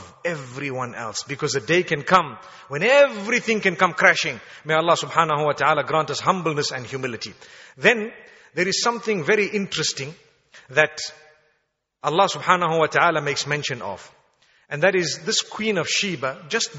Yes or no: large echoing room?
yes